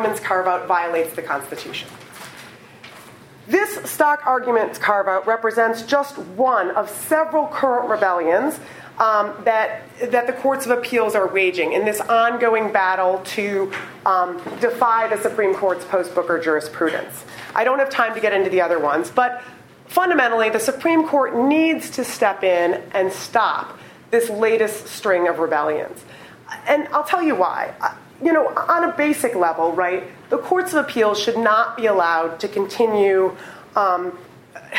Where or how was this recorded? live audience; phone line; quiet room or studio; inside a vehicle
live audience